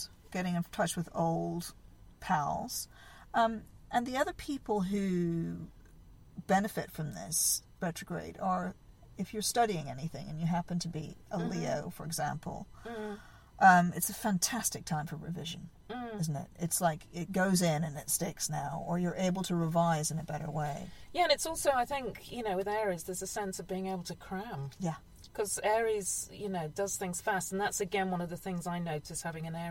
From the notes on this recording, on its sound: This month's podcast was made at a glamorous location on the top floor of a car park in Reading. We sweat it out in the car.